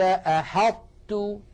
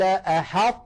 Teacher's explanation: نطبق المخرج على طاء من غير قلقلة ثم نفتح على تاء · Term: إدغاما ناقصا